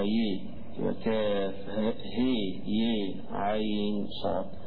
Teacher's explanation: الهاء والياء عند القراء خلاف في الفتح وفي الإمالة وفي التقليل، فهتلاقي البعض يقرأها بالإمالة الهاء يميلها هي والياء يميلها ي